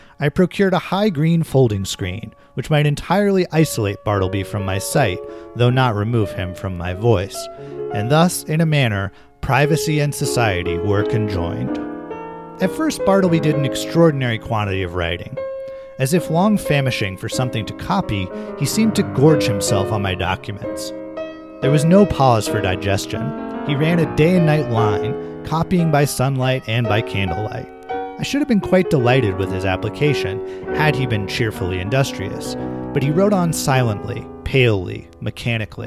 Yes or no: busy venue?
no